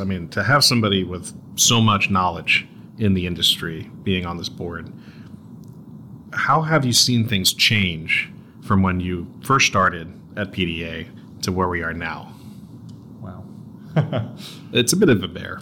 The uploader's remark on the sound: This interview took place at the 2023 PDA/FDA Joint Regulatory Conference with over 800 attendees.